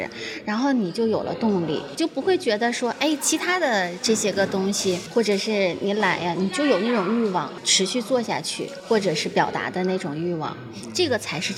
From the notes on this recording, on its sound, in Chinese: 参加由大内密谈举办的线下播客活动「声量The Power of Voice」期间进行的录制。作为一期非常即兴的对谈，录制场地也很即兴的放在了一家面包店内，音质环境相比之前节目会有些嘈杂。